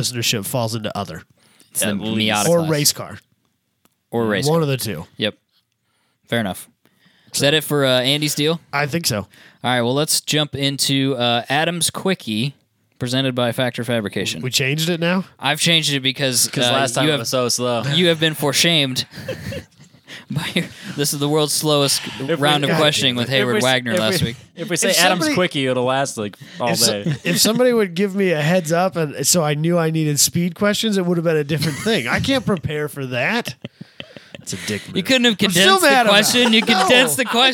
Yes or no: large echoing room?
no